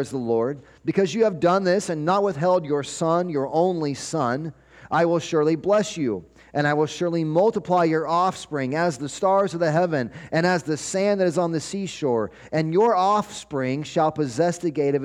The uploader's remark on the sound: 12-24-23 Sunday Morning Sermon Audio